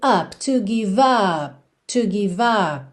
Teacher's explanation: Consoante oclusiva vem encerrando o som da vogal, não precisa ter som, tá? Não precisa se preocupar em fazer up, up.